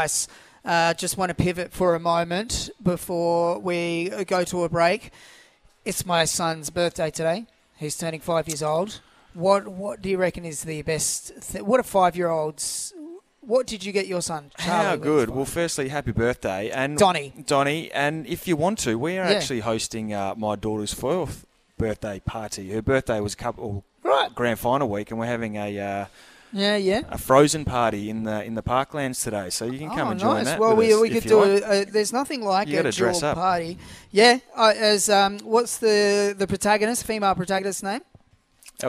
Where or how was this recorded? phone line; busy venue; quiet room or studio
busy venue